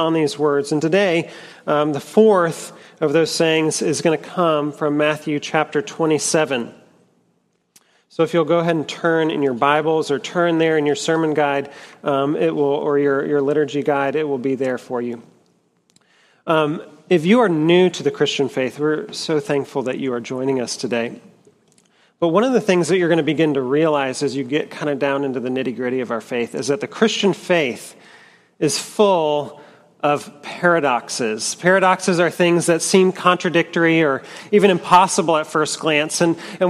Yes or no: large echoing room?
yes